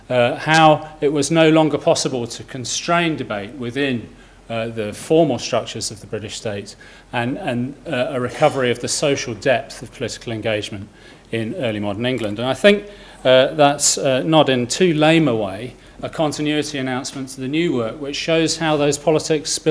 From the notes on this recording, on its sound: Inaugural Lecture